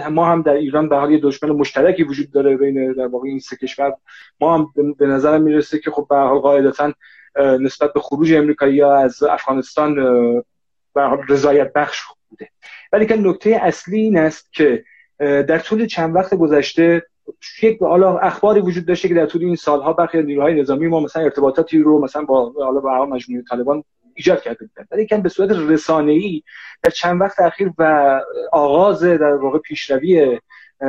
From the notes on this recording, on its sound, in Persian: در این برنامه که جمعه نوزدهم شهریور در اینستاگرام ضبط شده